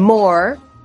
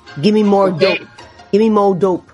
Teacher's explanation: en Ebonics la ER puede ser silenciosa · Shown in: second take · Entonces no dicen more, dicen mo.